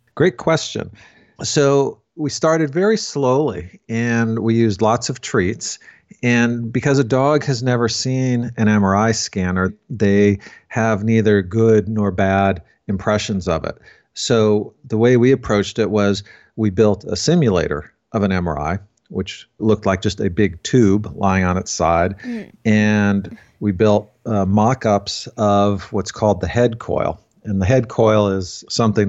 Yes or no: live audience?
no